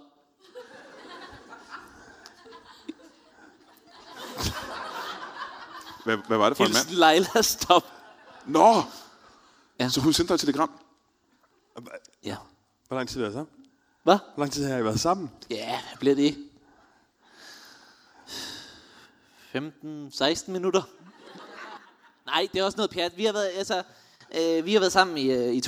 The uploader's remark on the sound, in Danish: LIVE fra Portalen i Greve